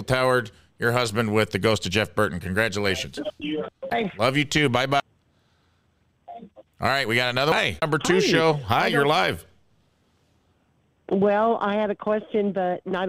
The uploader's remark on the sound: Engages with live callers. Join the live interaction.